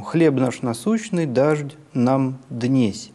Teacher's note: «Хлеб» начинается с понижения. И это ударный слог, и никуда от этого не деться, поэтому на него налегает чтец, он становится напряженнее и дольше. · После него все выходит на основной тон, и на слове «насущный», на слоге «су» происходит повышение тона, а потом все идет на основной